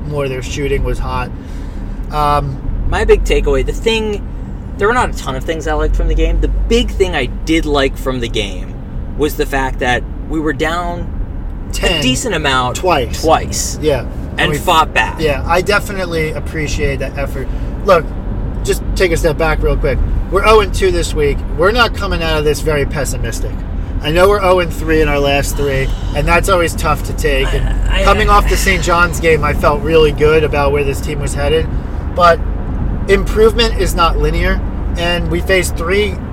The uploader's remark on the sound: Live from the L.I.E. and B.Q.E. Brooklyn apartment.